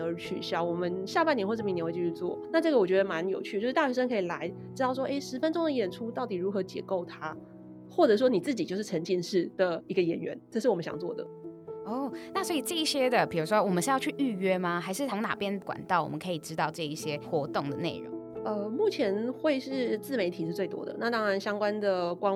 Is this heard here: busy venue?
no